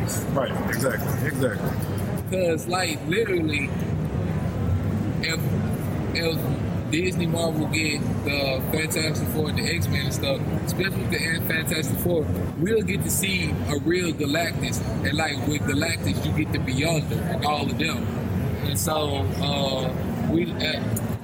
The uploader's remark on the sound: LIVE from Comicpalooza 2018